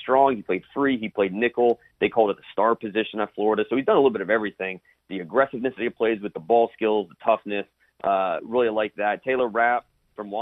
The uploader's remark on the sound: was in Augusta and called in to talk about it